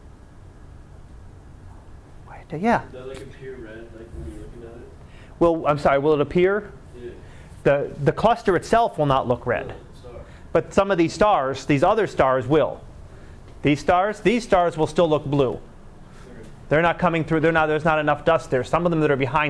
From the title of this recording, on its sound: Live Class Lecture